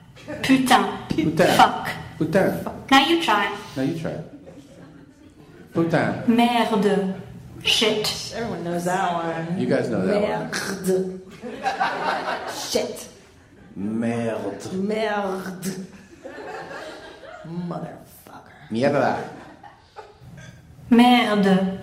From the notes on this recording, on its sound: We include the LIVE from MOMTREAL YMH at the Just For Laughs Comedy Festival with a BANGIN audience.